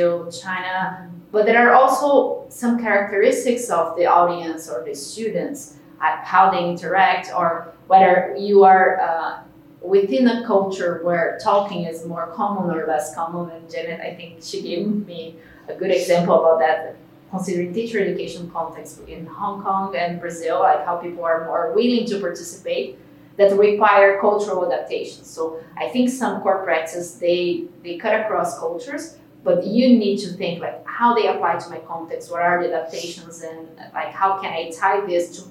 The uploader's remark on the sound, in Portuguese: Este episódio foi gravado em São Paulo/SP, no Instituto Singularidades, durante o "Seminário Internacional - Práticas Essenciais na Formação Docente", promovido, em parceria, pela ABMES, Instituto Península, ANEC e Profissão Docente.